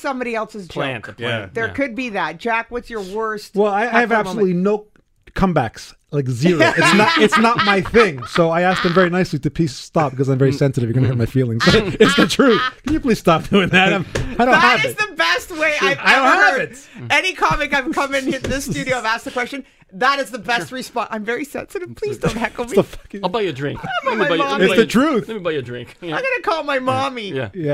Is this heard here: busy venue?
no